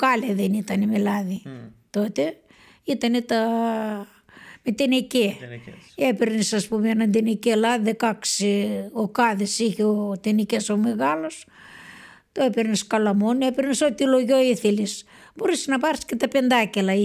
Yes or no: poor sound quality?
no